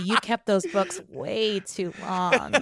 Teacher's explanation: The vocal fry on the word way